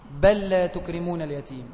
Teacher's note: بل بعدها لا بتدغم لام في لامه · Term: إدغام